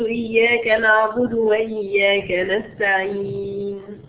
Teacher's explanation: السبب لما أتينا بالمد لأن هناك سكون بعد حرف المد، وهذا المد يندرج تحته نوعان: المد العارض للسكون، إذا قلت إياك نعبد وإياك نستعين، هذا حرف المد، هنا عرض الوقت أقف رأس آية، فيجوز لي أن آتي باثنين أو أربع أو ست حركات، فيسمى مد عارض للسكون